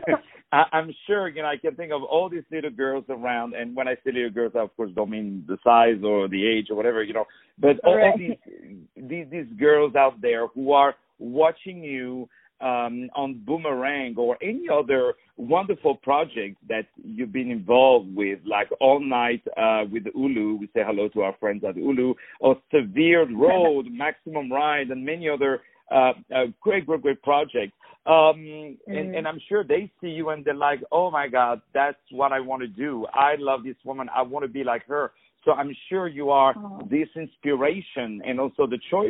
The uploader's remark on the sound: On the phone